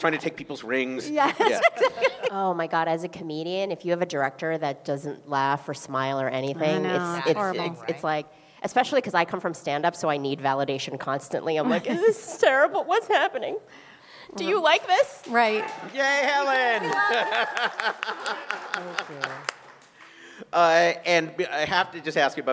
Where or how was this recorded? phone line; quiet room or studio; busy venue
busy venue